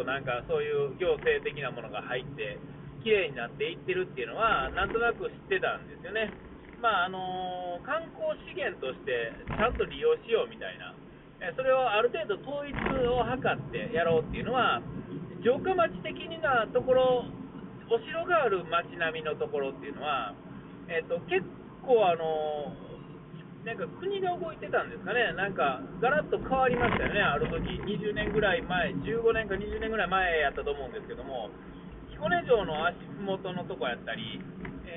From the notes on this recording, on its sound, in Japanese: 音が悪いんですが、Bluetoothのスピーカーのマイクがよろしくない感じです。お聞き苦しいでしょうが、録り直しで喋れないので、このままのリリースという事で許して下さい。